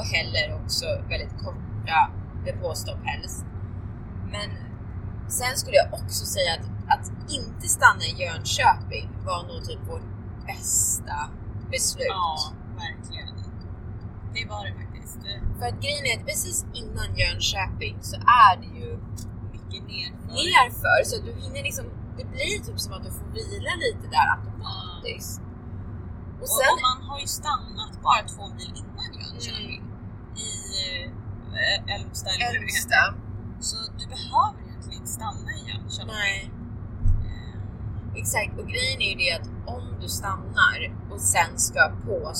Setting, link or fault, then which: setting, inside a vehicle